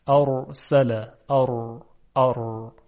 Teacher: اگر دقت کنیم متوجه میشیم که سر زبان با سرعت زیاد برخورد میکنه و کنده میشه، یعنی یک حالت ارتعاش، ارتعاد و لرزش ایجاد میشه · Term: تکریر